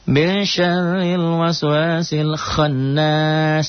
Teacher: Dibaca dobel, dengung ke hidung, ditahan. Satu alif sampai satu alif setengah. · Term: gunnah